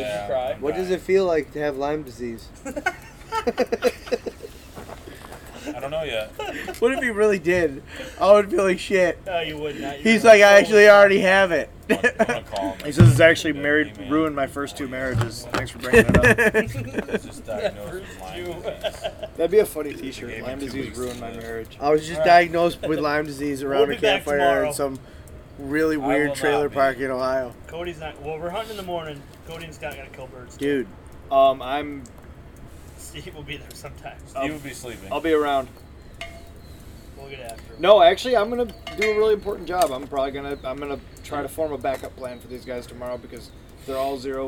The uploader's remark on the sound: This is 2 separate recordings sandwiched into one episode. Both recorded during our Ohio public land turkey hunt.